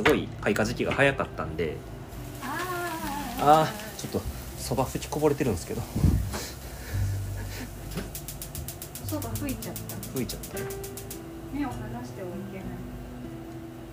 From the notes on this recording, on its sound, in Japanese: 年越しそばを作りながらの収録なので、物音が多いです